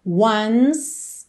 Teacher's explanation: Do N vai direto pro S, tá? Não pronuncia o E.